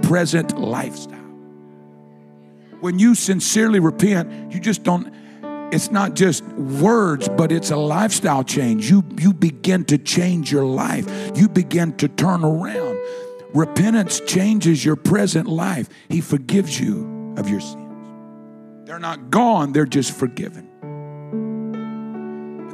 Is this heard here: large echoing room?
yes